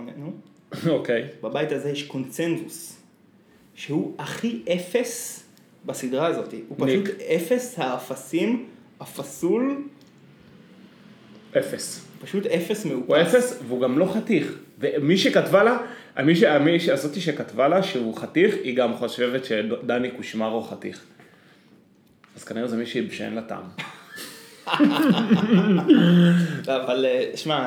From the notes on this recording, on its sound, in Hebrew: הפעם הפרק הוקלט בפלורנטין ועל כן ניתן להבחין בהד המזוהה עם דרום העיר